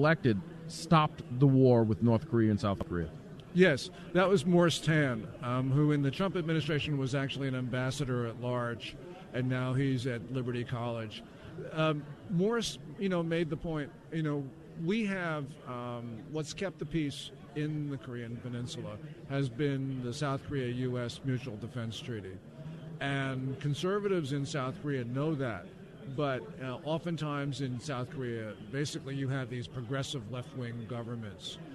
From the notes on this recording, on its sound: LIVE from CPAC